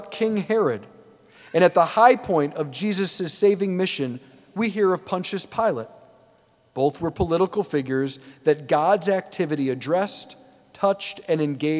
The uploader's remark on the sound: preached this homily on October 1, 2023 at St Basil the Great Catholic Church in Brecksville, OH.